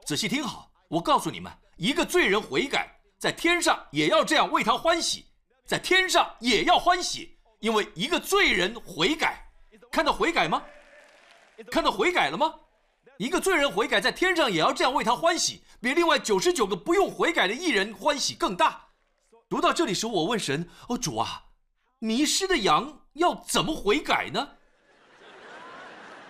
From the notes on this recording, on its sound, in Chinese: 湖木教会现场实录